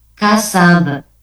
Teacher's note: Apabila huruf Ba itu dibaca wakuf, ya, di akhir kata, maka dipantulkan · Term: mantul qalqalah